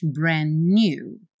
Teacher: E nem pronuncio o D, já junto os N's.